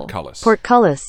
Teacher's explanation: and the emphasis is on the cull